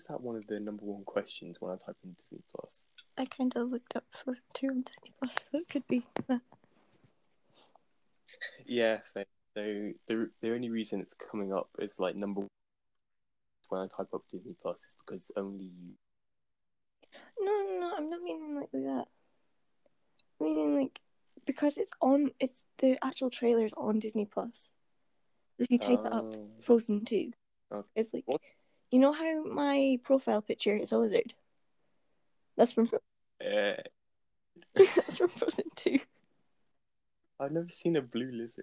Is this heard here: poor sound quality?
yes